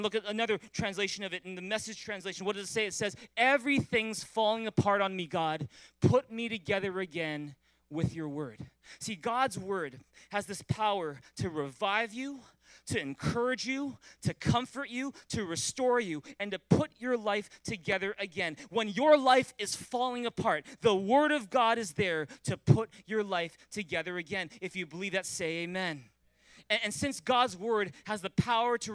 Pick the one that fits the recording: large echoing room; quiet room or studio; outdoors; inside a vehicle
large echoing room